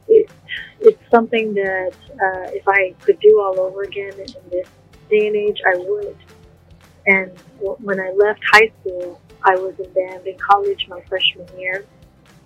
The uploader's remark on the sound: Sincere apologies for some of the sound quality. Cell phone interviews has its challenges.